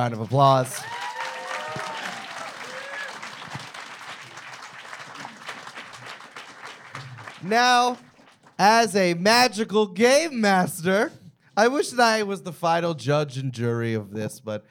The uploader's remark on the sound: Live from Houston, TX.